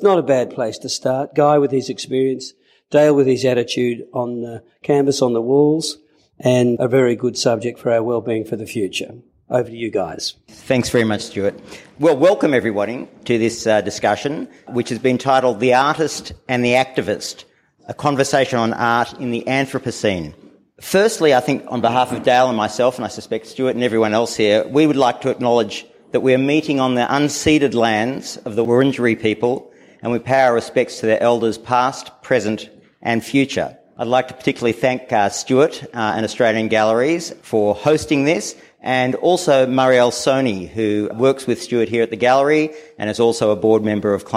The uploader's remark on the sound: This episode our two hosts will be heard only briefly, before we dive into a live conversation from the beautiful Australian Galleries in Fitzroy, Melbourne.